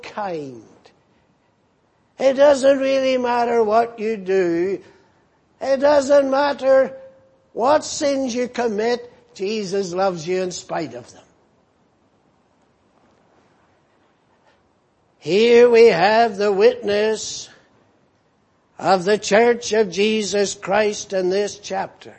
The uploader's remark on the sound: Preached in Grafton. At the Lord's Day Morning service on 23rd September, 2018.